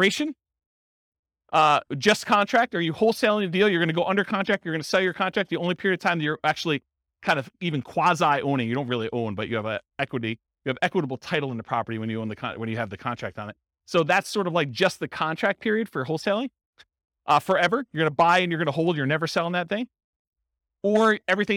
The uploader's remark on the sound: This was a live class recorded